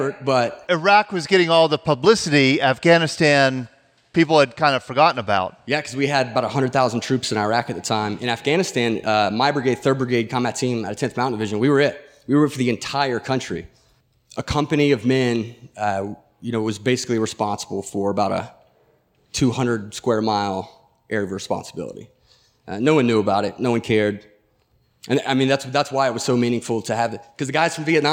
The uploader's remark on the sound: Recorded live on June 11, 2016 at Spring Valley in Fayette County, Pennsylvania. Listen to the stories and voices of local veterans recorded live.